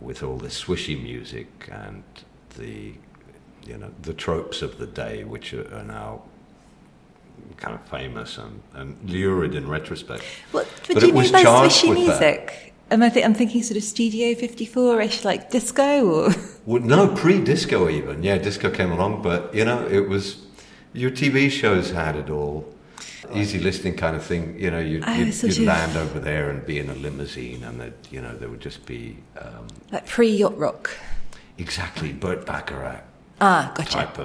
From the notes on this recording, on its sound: We are back at the Jaipur Literature Festival at Soneva Fushi in the Maldives